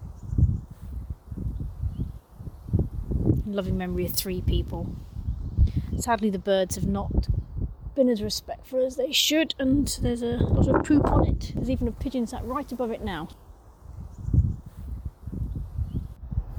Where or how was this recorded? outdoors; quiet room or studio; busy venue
outdoors